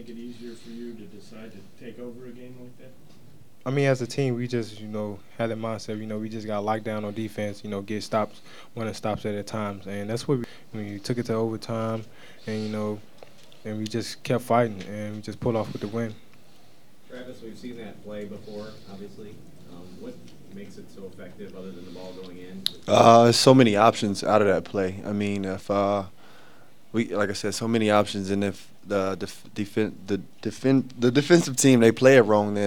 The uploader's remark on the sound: Press Conferences & Post-Game Interviews